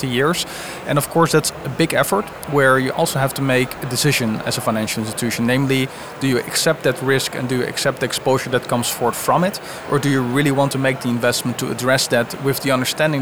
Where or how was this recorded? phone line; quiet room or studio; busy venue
busy venue